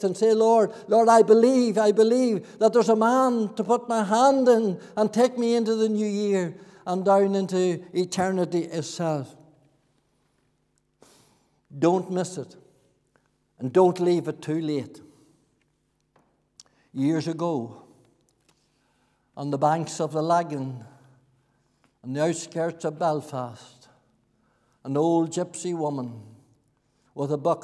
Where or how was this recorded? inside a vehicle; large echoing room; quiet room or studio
large echoing room